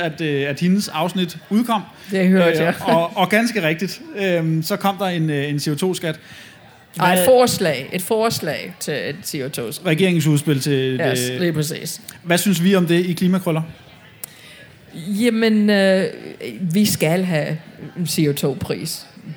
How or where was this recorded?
live audience